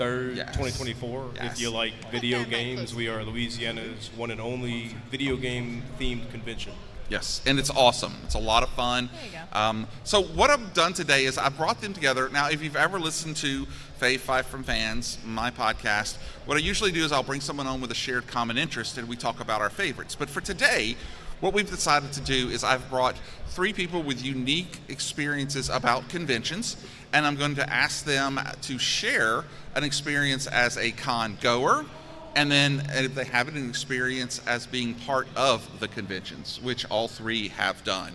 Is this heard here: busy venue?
yes